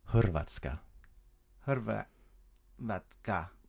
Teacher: we have the H sound, and we're going to roll our R's.